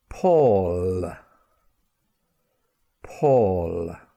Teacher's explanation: when it comes at the end of a word or before a consonant, to make the L sound, we move the back of the tongue up towards the roof of the mouth · Term: different L sounds